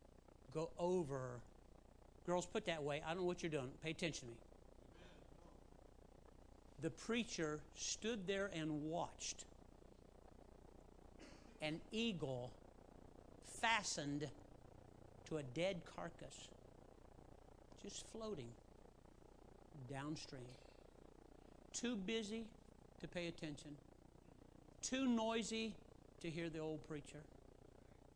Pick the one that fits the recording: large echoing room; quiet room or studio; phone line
large echoing room